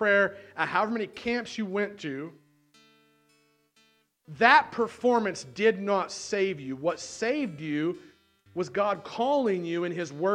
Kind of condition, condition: setting, large echoing room